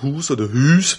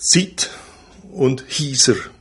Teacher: dass das Alemannische noch die alten Monophthonge, also Einlaute, bewahrt hat. Also das heißt das alte lange U, das alte lange Ü und das alte lange I.